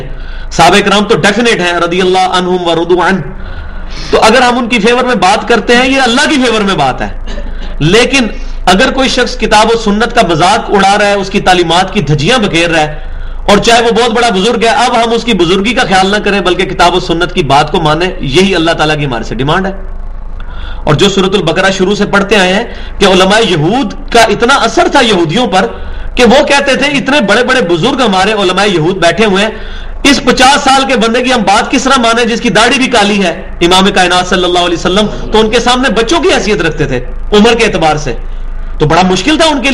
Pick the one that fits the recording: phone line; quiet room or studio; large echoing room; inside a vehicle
large echoing room